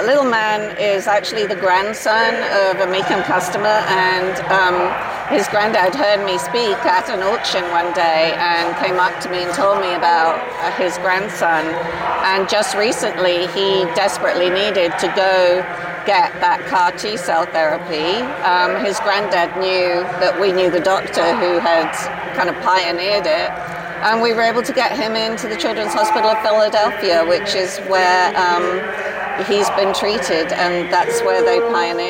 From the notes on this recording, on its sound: live at the Mecum Motorcycle Auction in Las Vegas, Nevada